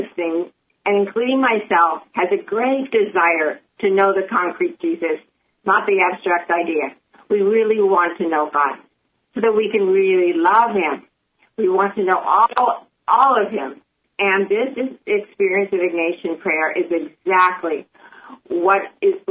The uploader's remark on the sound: welcomes two new friends over the phone